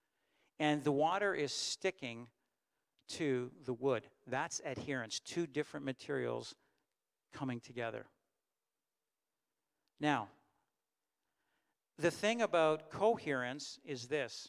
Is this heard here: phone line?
no